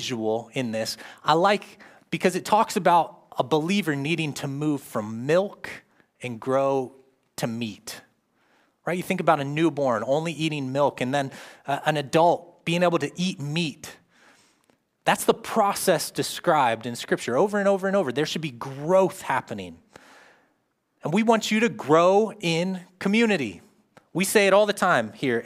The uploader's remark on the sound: live from Covenant Church